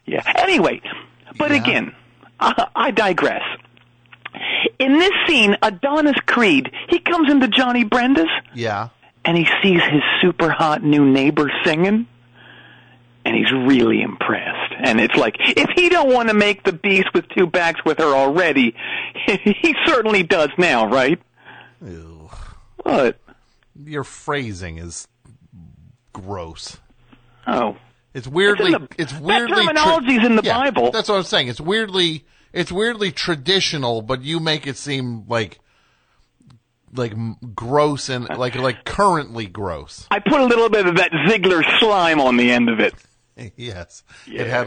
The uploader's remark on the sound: call in from jail